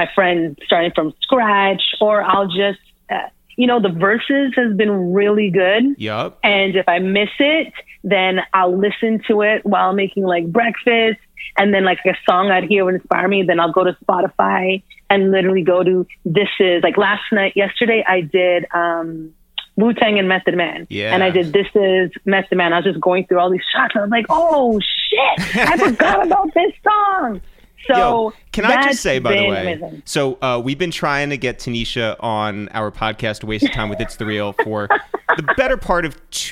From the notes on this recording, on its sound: QUARANTINE RADIO. We call up legendary choreographer. While we're all social distancing. We get on the phone with Fear of God designer.